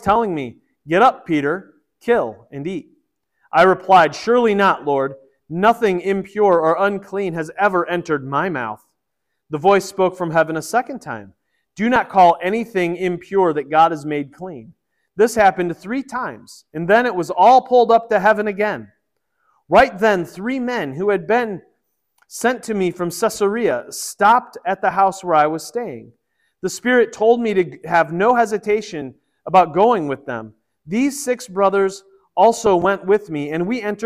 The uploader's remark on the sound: This was originally recorded at Peace Presbyterian Church in Flint, MI